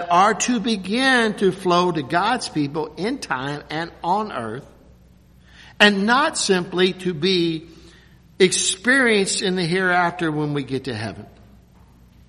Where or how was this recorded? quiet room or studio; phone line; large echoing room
large echoing room